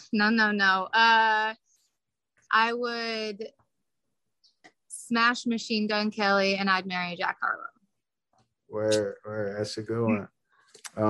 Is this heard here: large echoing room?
no